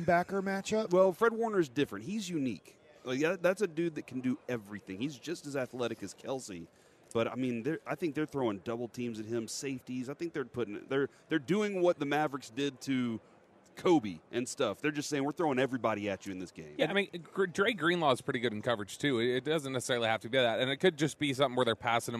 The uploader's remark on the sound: LIVE from Radio Row in Las Vegas